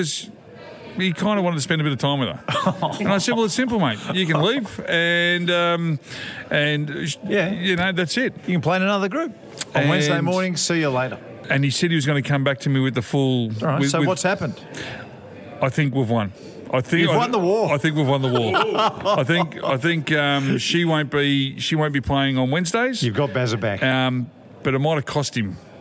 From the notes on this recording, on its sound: We’re live from the pub again today, sinking a couple of coldies.